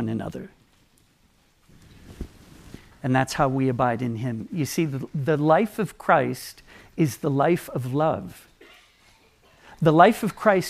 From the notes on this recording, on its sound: Third session from the 2023 Thanksgiving Conference at His Hill Bible School in Comfort, Texas. Third session from the 2023 Thanksgiving Conference at His Hill Bible School in Comfort, Texas.